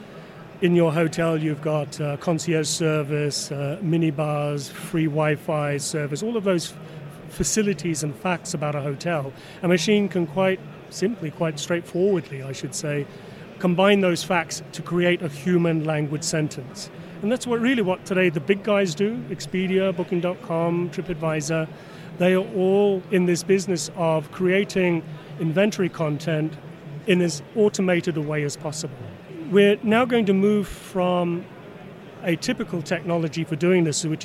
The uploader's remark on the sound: Recorded at the World Travel Market, 2018, we partnered up with some of the exhibitors and delegates to get a flavour of what was being discussed at the event.